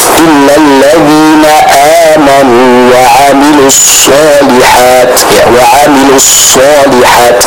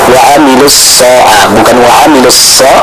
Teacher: Huruf sad dibaca dengan tebal. · Shown in: first take